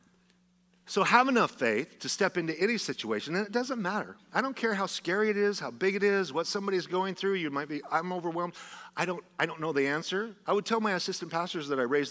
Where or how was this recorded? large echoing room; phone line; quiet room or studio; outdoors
large echoing room